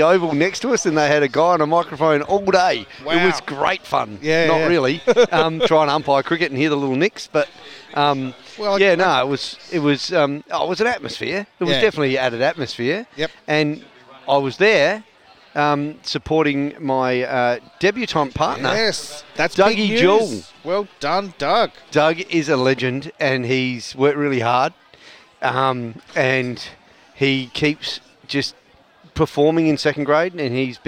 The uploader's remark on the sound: At the Greyhounds Racing SA for the SACUSA (South Australian Cricket, Umpires & Scorers Association) night at the Dogs. Live outside broadcast.